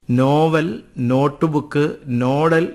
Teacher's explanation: English ഭാഷയിൽ നിന്ന് പദങ്ങൾ സ്വീകരിക്കുമ്പോൾ ആദ്യാക്ഷരത്തിൽ തന്നെ വർഷ്യാനുനാസികമായിട്ടാണ് ആ ലിപിയുടെ ഉച്ചാരണം